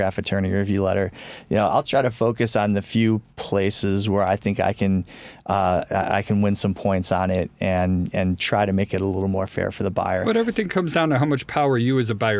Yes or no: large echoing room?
no